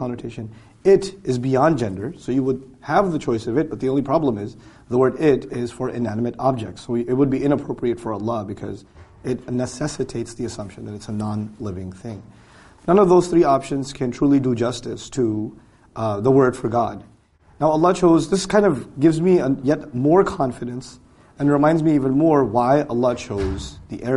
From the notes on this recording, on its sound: during a live lecture on the 2015 Gulf Tour